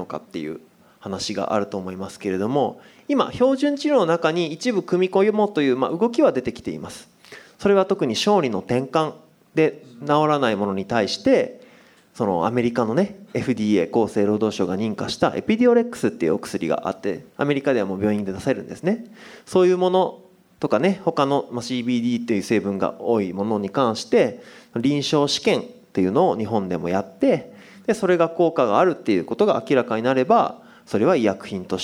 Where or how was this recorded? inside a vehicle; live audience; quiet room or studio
live audience